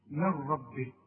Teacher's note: النون بتخش في الراء ادغام كامل بدون غنة